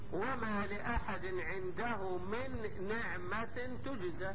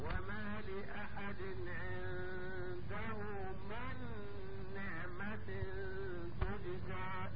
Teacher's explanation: وبدل ما بنطق نون ساكنة ثم بعدها نون متحركة نطقت نون واحدة مشددة · Shown in: second take · ادي معنى النطق بالحرفين حرفا، النطق بحرف ساكن فمتحرك بحيث يصيران حرفا دفعة واحدة، بحيث يصيران حرفا واحدا مشددا يرتفع اللسان بهما ارتفاعة واحدة. · Term: الإدغام